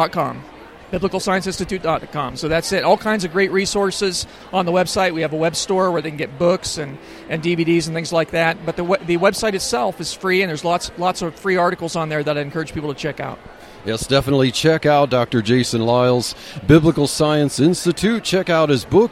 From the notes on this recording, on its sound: At the Rocky Mountain Homeschool Conference. On the last day of the conference I brought my portable podcasting gear and enjoyed a great montage of interviews!